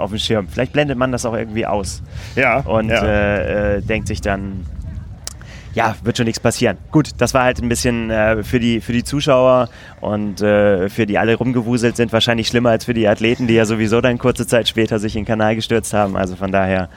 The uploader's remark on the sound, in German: Live aus Roth! Haben ihr Studio nämlich direkt an der langen Anmeldeschlange für die Challenge Roth 2020 aufgebaut. Talken live mit Zuschauern.